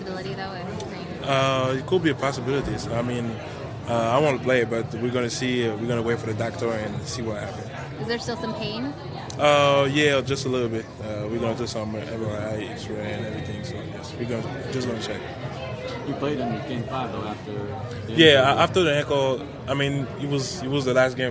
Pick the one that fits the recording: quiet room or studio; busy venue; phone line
busy venue